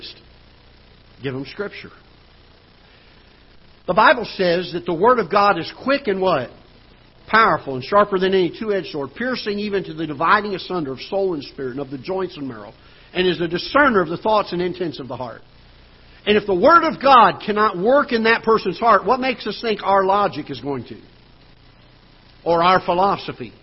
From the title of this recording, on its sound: Ketha Heights Baptist Church ~ Live Broadcast